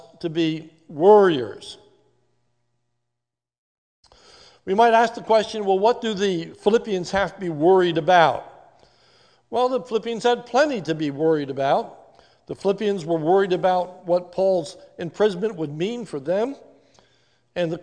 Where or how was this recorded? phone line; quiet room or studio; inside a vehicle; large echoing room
large echoing room